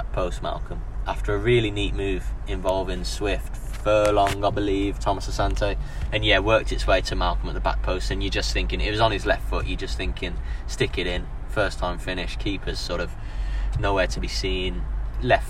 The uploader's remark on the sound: The boys have taken the second episode of the series on the road - recording en route to the second friendly of the week at Salford City.